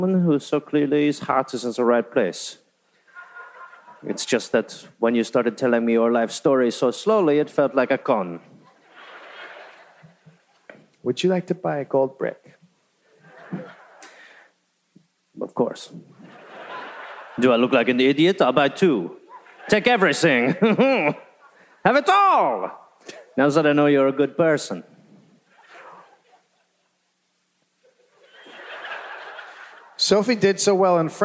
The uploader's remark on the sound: live in Detroit